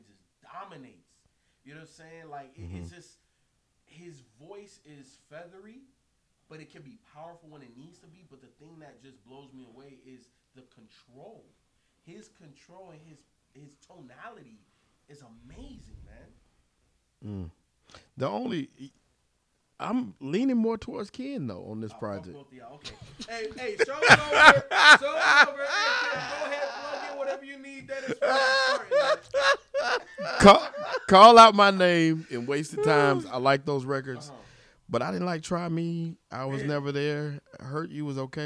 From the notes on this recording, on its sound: The audio is still messed up.